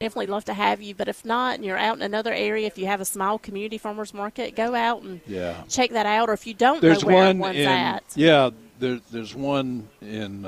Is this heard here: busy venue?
yes